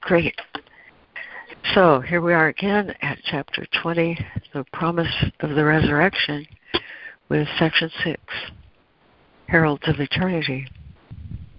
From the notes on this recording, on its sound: ACIM Daily Conference Call